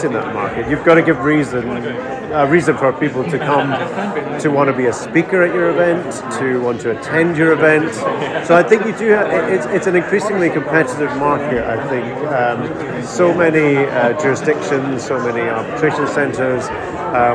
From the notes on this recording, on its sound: This week we take the digital studio on the road to Edinburgh where we caught up with some of the attendees at the Scottish Arbitration Festival. Enjoy this LIVE edition of Disputes Digest!